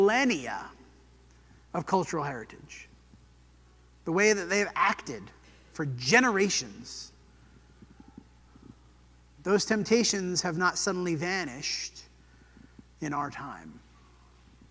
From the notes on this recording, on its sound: This sermon was preached at the Dewey Church of Christ on May 14, 2023.